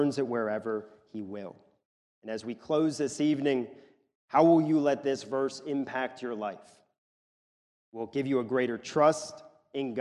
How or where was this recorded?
large echoing room